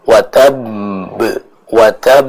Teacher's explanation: huruf qalqalah yang bertasydid, sehingga cara membacanya tidak boleh langsung dipantulkan, tapi ditahan terlebih dahulu